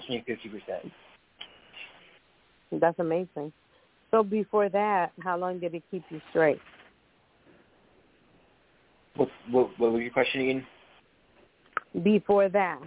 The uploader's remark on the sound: Those who call in will form a panel.